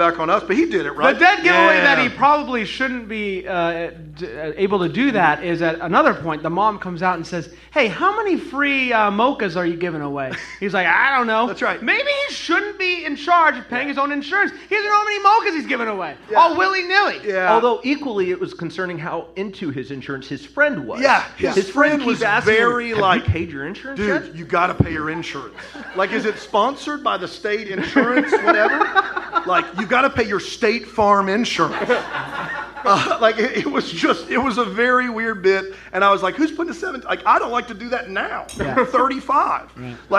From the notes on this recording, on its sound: LIVE from Raleigh, NC. This episode was recorded live in Raleigh, NC!